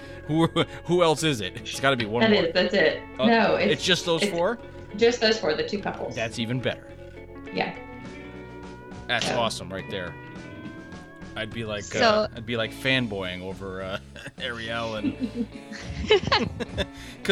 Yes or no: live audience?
no